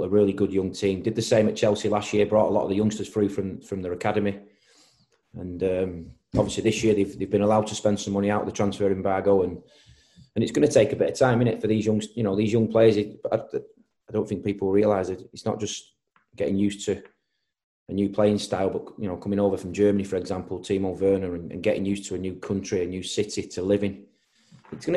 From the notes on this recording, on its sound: Virtually faces the media as City prepare to face Huddersfield Town at Ashton Gate.